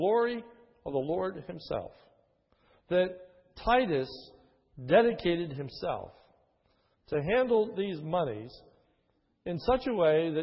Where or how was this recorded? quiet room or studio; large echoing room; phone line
large echoing room